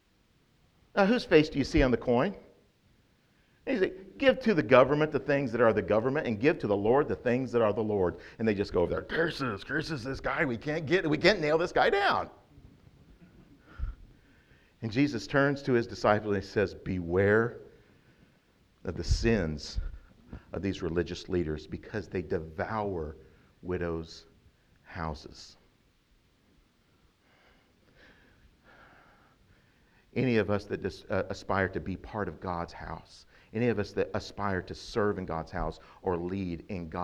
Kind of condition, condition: setting, large echoing room